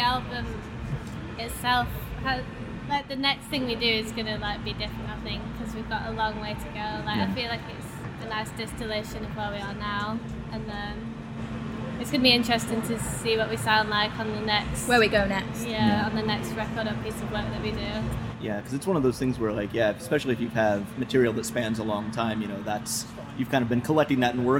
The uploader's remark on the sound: backstage at Lollapalooza